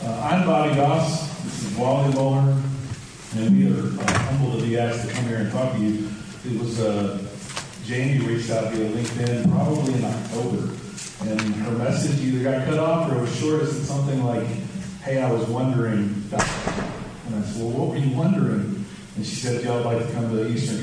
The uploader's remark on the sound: LIVE at EKU!